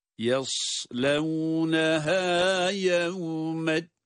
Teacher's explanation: Ya harfi üstünüyle, y sesiyle olarak, y, ama sad kalın, yas diye, sadı kalın okuyarak. Yaslevneha yevmeddin diye okuyoruz.